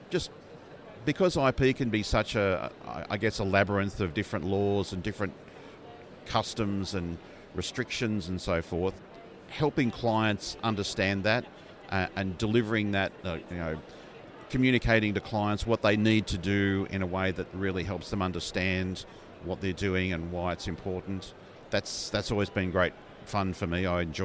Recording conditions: busy venue